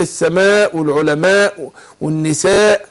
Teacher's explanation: هو وسوء وهو اهي ساكنة ما قبلها مضموم وبعدها الهمزة بنمد، ده مد متصل ده واجب نمده أربع حركات